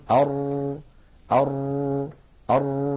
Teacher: نجد أن اللسان فيه شيء من الارتجاف، لكن هذا لا يؤدي إلى أر هذا مبالغة في التكرار يؤدي إلى ظهور أكثر من راء، وهذا لا يصح أبدا هذه أرجو أن ننتبه إلى هذه القصة.